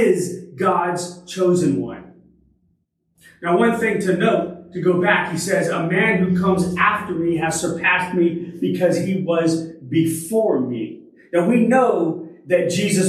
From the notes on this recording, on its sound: Originally delivered on August 20, 2023 at Crossroads Christian Fellowship in San Antonio, TX